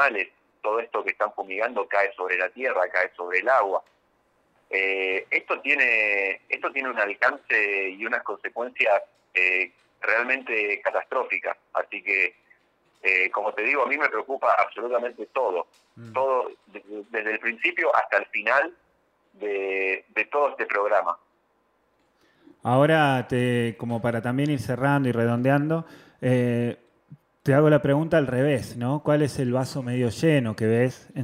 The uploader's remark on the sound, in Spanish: Charla Telefonica